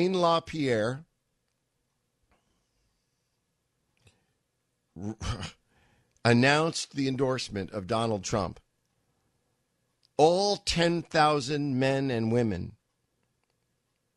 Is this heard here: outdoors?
no